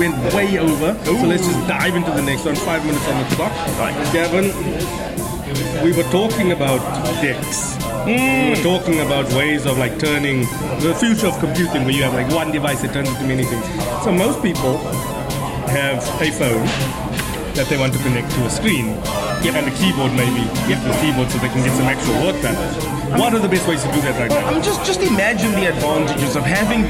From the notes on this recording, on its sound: Recorded at browniesdownies. Recorded at browniesdownies.co.za.